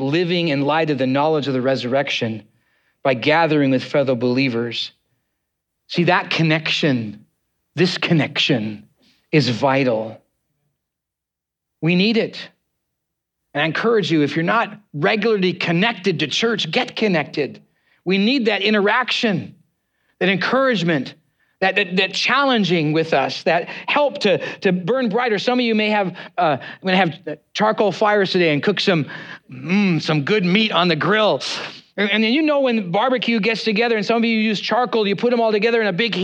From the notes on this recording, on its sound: preached on Easter Sunday, on 9th April 2023, at Neighborhoodchurch